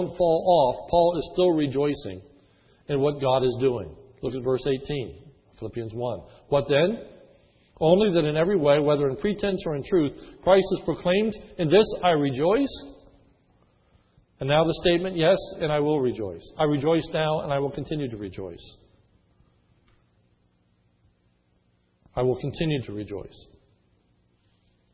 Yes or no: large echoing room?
yes